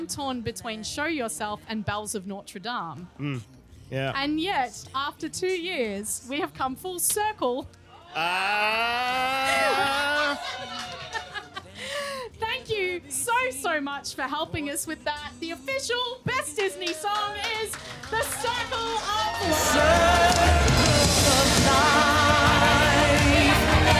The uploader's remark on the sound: Recorded live at The Motely Bauhaus in Melbourne.